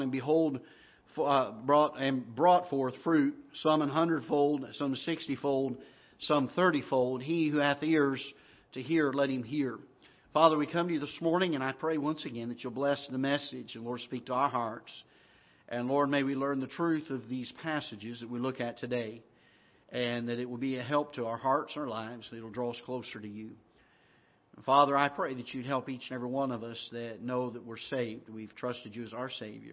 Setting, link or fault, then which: setting, large echoing room